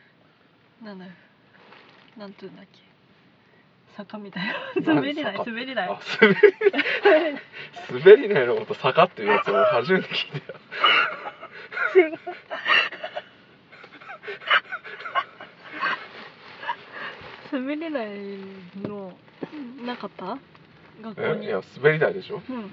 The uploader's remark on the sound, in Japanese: 車内での録音です、途中雨音がします。